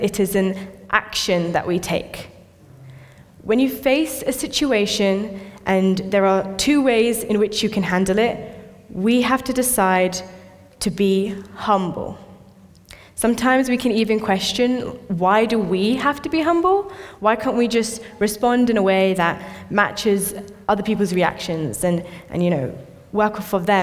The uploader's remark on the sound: This sermon was recorded on Sunday 27th August 2023 at our Great Denham venue.